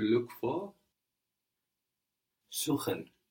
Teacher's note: So an S vowel syllable gives us a Z sound.